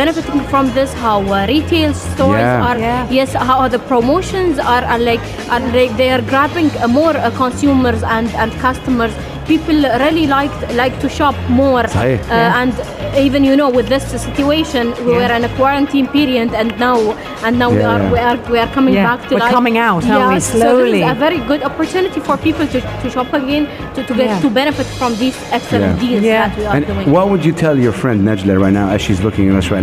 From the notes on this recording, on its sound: Live from Zero 6 Mall.